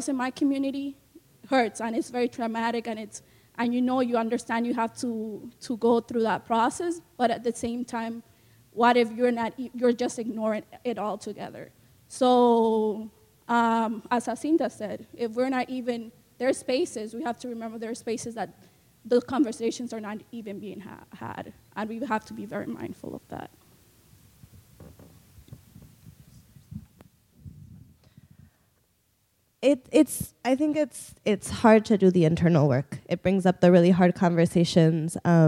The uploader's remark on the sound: Discussion in Plenary. Plenary at DWN's 2016 conference.